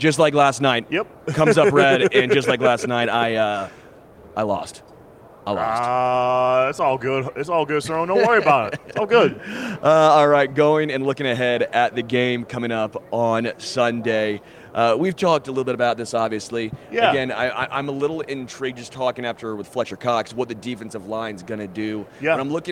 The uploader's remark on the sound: Live from Super Bowl LVII